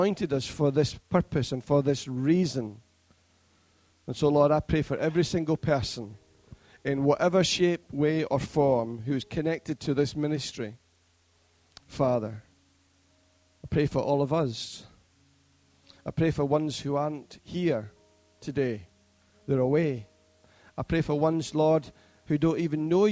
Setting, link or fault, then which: setting, large echoing room